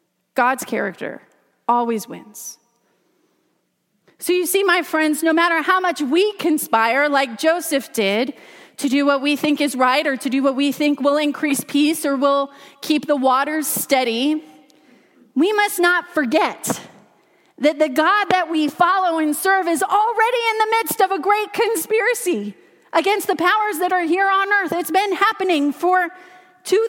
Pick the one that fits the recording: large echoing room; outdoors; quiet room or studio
large echoing room